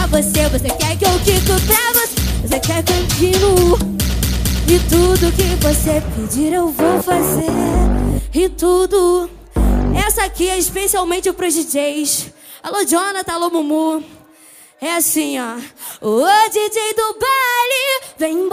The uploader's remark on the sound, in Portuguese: Lançando Varias Musicas Ao Vivo Na Roda De Funk Especial